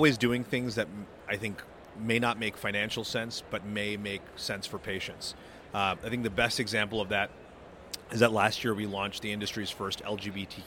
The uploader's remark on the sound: At this year’s HLTH conference in Las Vegas, Nevada.